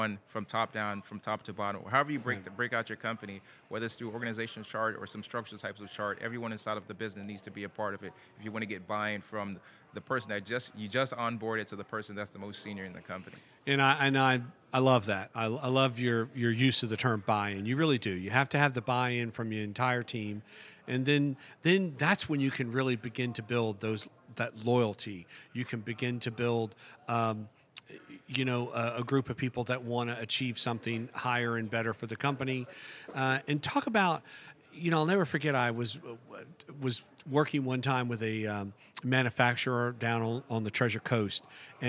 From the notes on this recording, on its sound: Recorded at this year’s annual JMI Small Business Leadership Conference. This and the following segments were recorded at this year’s annual JMI Small Business Leadership Conference hosted at Loews Sapphire Falls Resort.